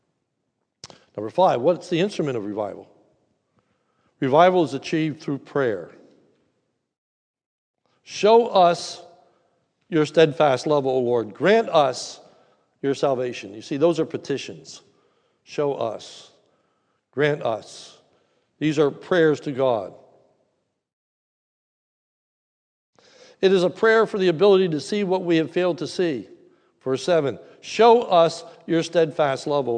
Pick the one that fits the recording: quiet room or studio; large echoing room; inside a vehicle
large echoing room